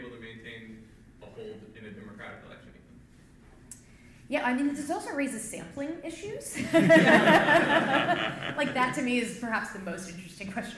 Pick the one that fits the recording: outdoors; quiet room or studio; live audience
live audience